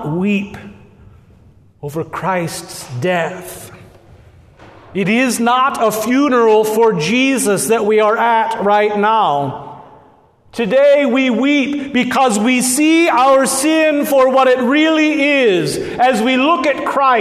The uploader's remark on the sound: at Good Shepherd Lutheran Church in Lincoln Nebraska